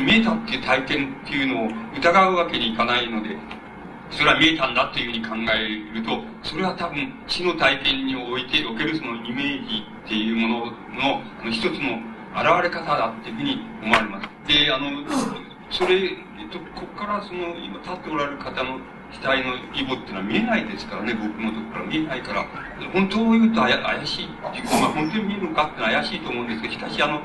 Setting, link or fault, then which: setting, large echoing room